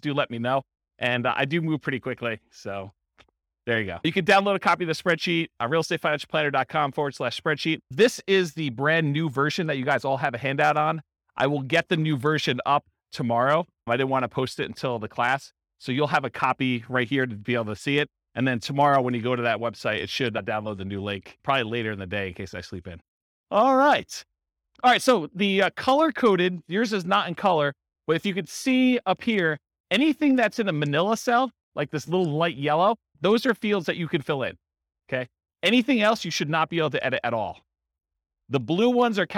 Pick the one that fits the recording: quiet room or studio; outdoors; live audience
live audience